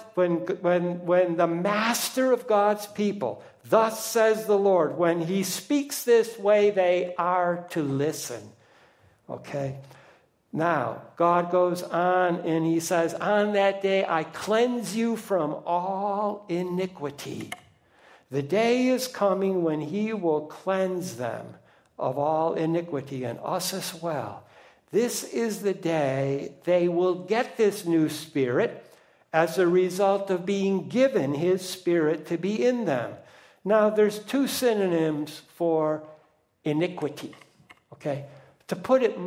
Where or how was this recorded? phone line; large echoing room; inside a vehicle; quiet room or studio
large echoing room